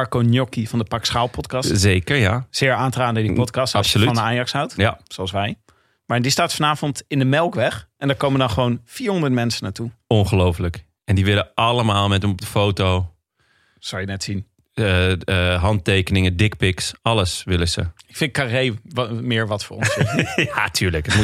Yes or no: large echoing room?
no